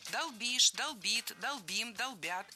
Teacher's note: Во всех формах ударяем окончание.